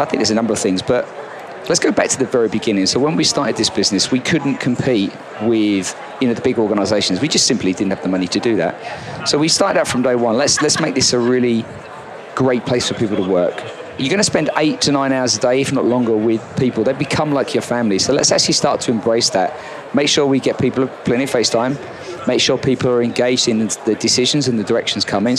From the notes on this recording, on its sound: LIVE from Las Vegas, at #HRTechConf